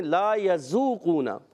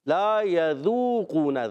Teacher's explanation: زال واو پیش ذو واو مدہ ہے ایک الف کھینچنا ہے زال کی ادائیگی زا سے نہیں بدلنی · Shown in: second take · بعض بچے یا بڑے پڑھتے ہیں لا یذوقون غلط لا یذوقون